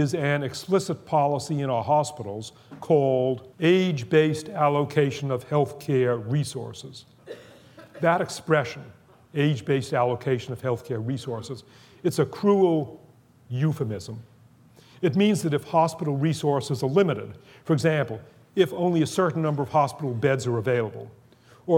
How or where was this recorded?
live audience